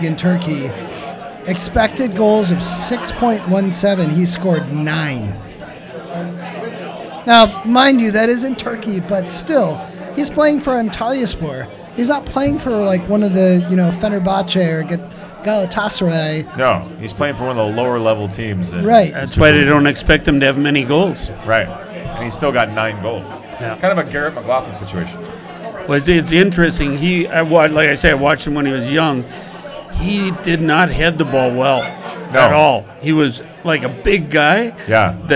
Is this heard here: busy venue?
yes